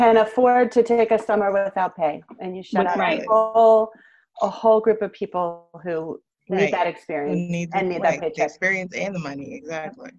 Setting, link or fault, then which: link, video call